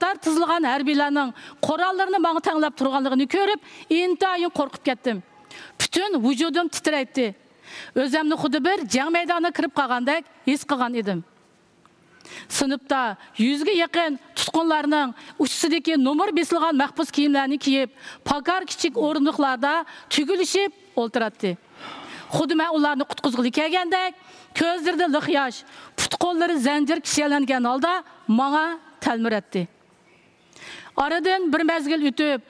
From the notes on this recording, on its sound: This episode is recorded in Uyghur. Recorded at the 2023 Oslo Freedom Forum.